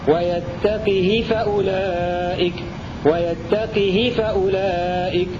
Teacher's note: قرأ بكسر القاف وكسر الهاء من غير صلة قالون قولا واحدا، ويشترك معه هشام في الوجه الأول هكذا: ويتقه فأولئك ويتقه فأولئك.